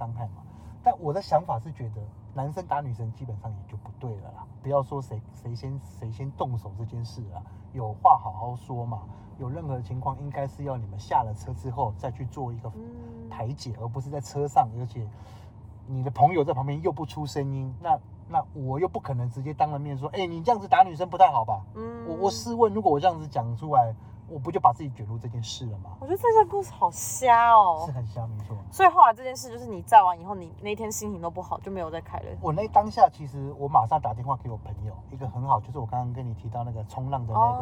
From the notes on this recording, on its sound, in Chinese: 某天搭UBER在回程路上聽大哥講故事用手機錄音 音質有點糟。